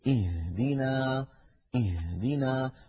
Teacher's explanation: بعض إخواننا يقول اهدنا الصراط فيضغط على صدره ويستهلك الهواء الذي في الرئتين دون أن ينطق هاء صحيحة. الهاء ليست من الصدر بل من أقصى الحلق فوق الهمزة بقليل. · حرف الهاء يا إخوة حرف يخرج من أقصى الحلق وهو كما تلاحظون حرف ضعيف لكنه يقوى بالضغط عليه ولا بد من إخراجه من أقصى الحلق ولا نخرجه من الصدر كما يفعل بعض إخواننا فيتعبون أنفسهم ولا ينطقون بعد هذا التعب بها.